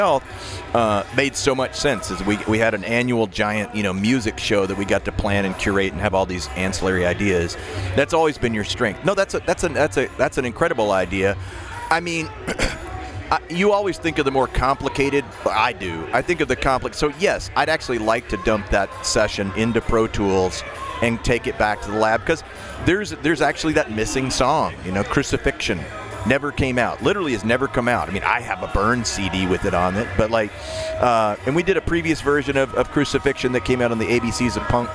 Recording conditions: busy venue